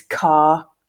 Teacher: in my English from England, I do not pronounce the letter R in this position · Term: non-roticity